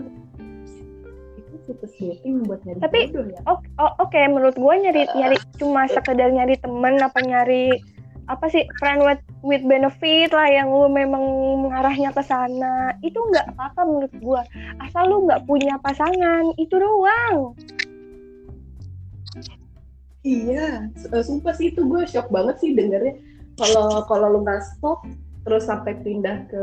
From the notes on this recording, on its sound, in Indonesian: Sorry, kualitas suara kurang bagus.